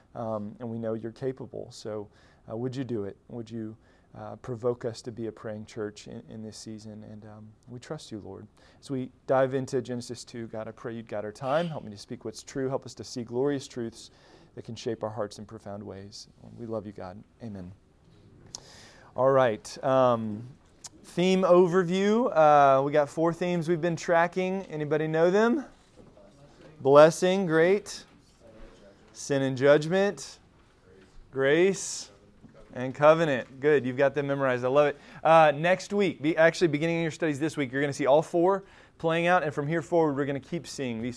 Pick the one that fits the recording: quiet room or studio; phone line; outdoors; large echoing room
large echoing room